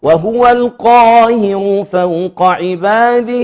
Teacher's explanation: فنخلي بالنا القاف مع الالف مفخمه، مع الراء مفخمه لانها مضمومه